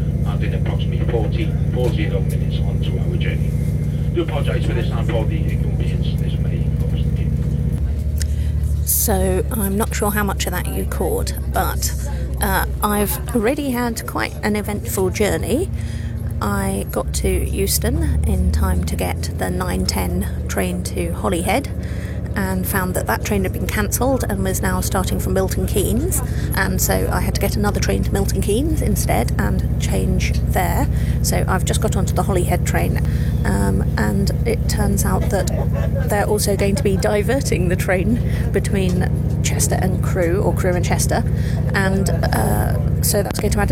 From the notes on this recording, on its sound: Belfast for the ICON triennial conference, #Icon19! This episode has VERY varied audio quality throughout due to different recording settings. Travel with us to the Belfast Waterfront Centre, join us for the opening reception, come along to the pub, listen to our frantic recaps, and have a listen to the talk we gave on the second day of the conference.